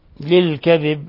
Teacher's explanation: اللام هنا أيضا لام قمرية لظهورها